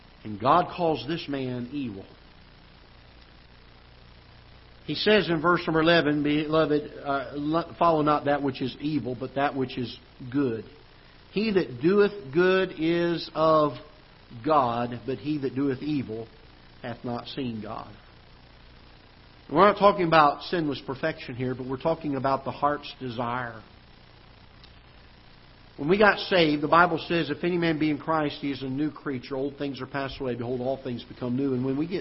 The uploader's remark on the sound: Ketha Heights Baptist Church ~ Live Broadcast.